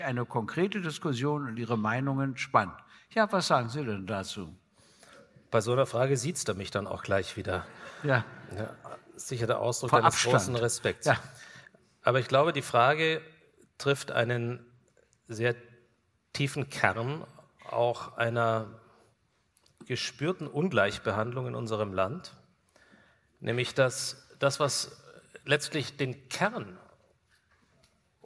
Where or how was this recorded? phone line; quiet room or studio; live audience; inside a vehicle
live audience